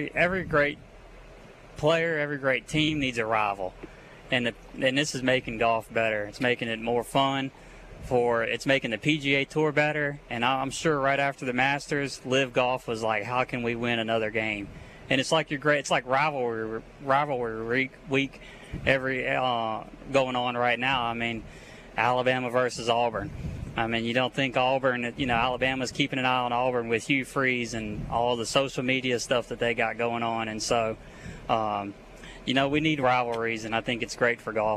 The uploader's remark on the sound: LIVE at Terry Thompson Chevrolet!